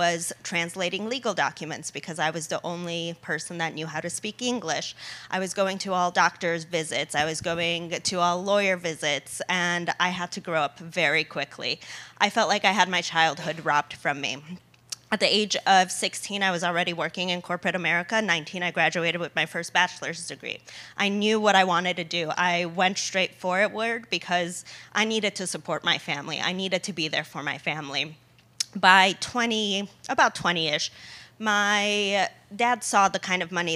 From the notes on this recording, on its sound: this recording of the speaker panel from our Women Gone Wild book launch event in Vegas